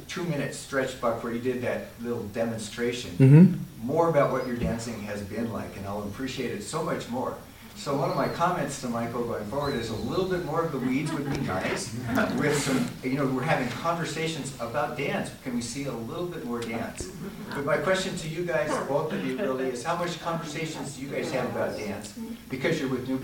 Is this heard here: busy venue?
yes